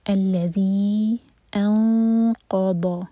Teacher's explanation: Heavy اخفا ہوگا، empty نون کے بعد قاف آ رہا ہے. انقا، دو سیکنڈس کا ٹائم، اور قاف ہیوی اور اس کے بعد ضاد ہیوی. · اور ذی ہم چار حرکہ کھینچیں گے کیونکہ نیکسٹ ورڈ جو ہے حمزہ سے شروع ہو رہا ہے. یہ ہے مد منفصل.